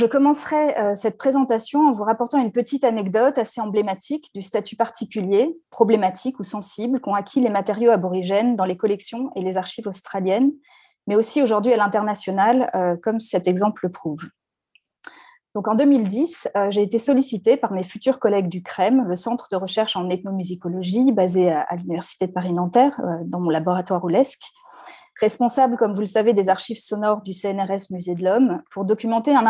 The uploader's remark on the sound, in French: Enregistré sur Zoom le 4 février 2021.